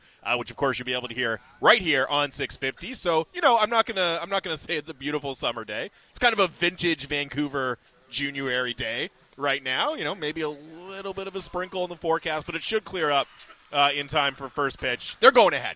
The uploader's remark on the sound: Live from Nat Bailey Stadium as the Vancouver Canadians play host to the Hillsboro Hops.